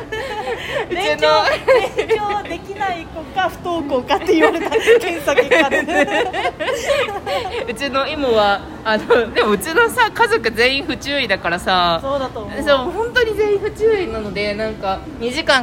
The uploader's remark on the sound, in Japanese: 横浜ブルク13から野毛に歩きながら話しています。